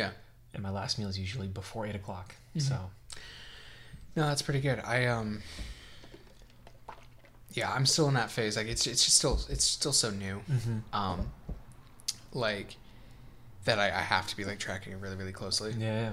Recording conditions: background noise